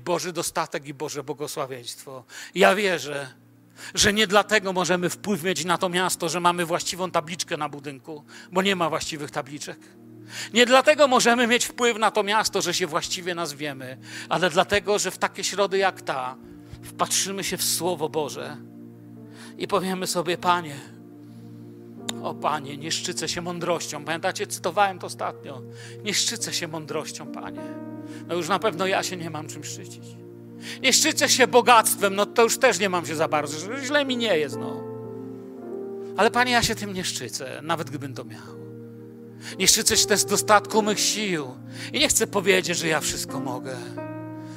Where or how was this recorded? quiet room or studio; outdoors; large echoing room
large echoing room